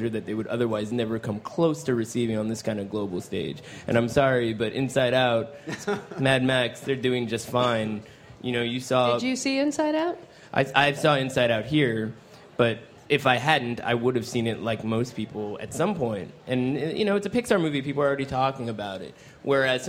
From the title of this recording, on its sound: Live from the 2015 Cannes Film Festival